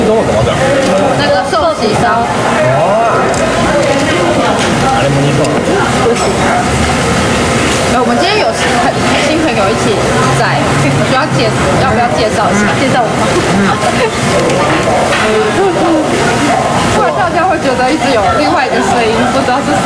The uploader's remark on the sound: 屋外録音 中秋節！台湾の焼肉屋さんで録音してみた！ 中秋節我們到台式火烤兩吃店錄音. 就是讓大家感受一下台灣中秋節的烤肉氣氛. I tried recording at a BBQ restaurant in Taiwan.